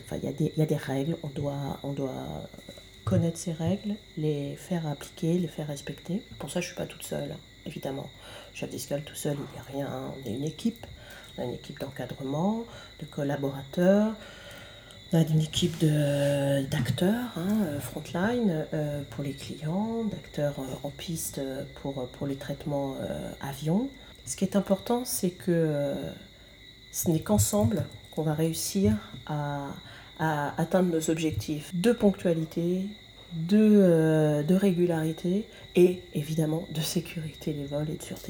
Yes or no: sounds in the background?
yes